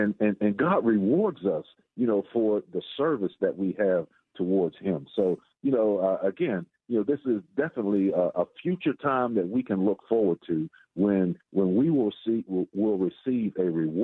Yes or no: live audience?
no